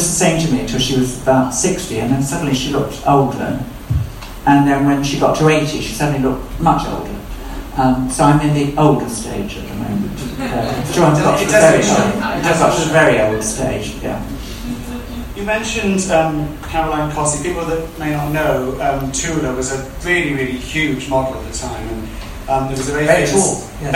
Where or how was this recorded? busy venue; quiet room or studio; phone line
busy venue